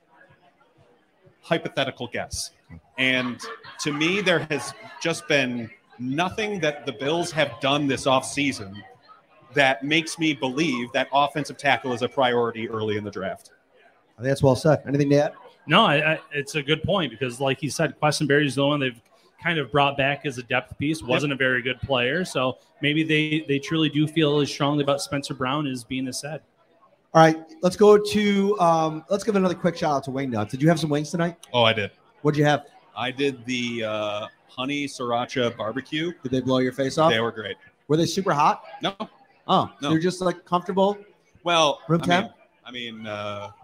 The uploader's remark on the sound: host the show on location at Wingnutz North Buffalo at 700 Military Rd.